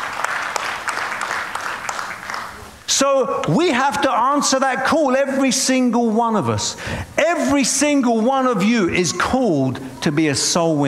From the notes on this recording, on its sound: preaching at a Church in Boston.